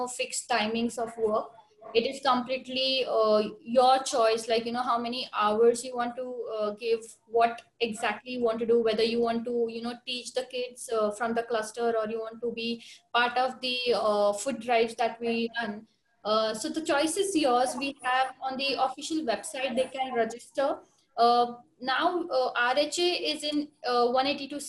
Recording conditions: video call